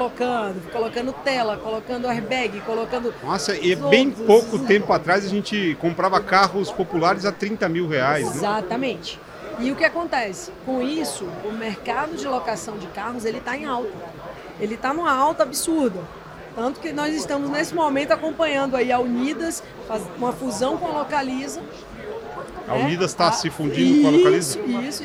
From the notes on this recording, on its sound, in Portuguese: Episódio gravado durante a ABF Expo 2022, em São Paulo - SP.